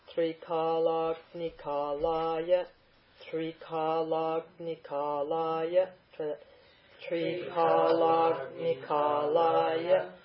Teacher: You're not quite right with the longs and the shorts, the kala